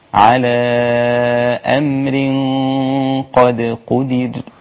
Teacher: أنا مش عايزك تفخم الدال المقلقلة، عايزك تفخم الغنة مع القاف، والدال المقلقلة دي هتاخذ كامل رقتها